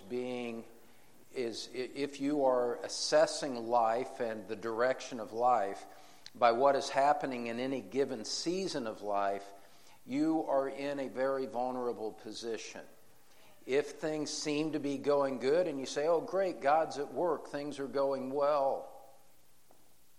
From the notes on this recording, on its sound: In Session 3 of the Encouragement for Parents in a Discouraging World conference